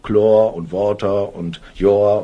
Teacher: Da gibt es also nur diesen verdumpften O-Laut.